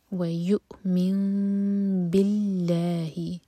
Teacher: مِن پڑھیں گے، نون کو پروناؤنس نہیں کریں گے، نون کے اوپر جو میم ہے اس کو پڑھیں گے اور ہولڈ کریں گے